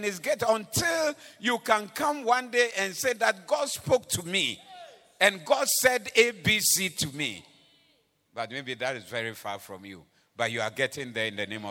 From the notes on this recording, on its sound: Preached at the Doxa Service